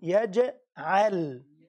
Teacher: ألم يجعل يجعل الجيم عليها سكون يعني مقلقلة، قط بجد بين حروف القلقلة الجيم، فلما يكون الجيم عليها سكون لازم أقلقلها، أذبذبها، أردها تاني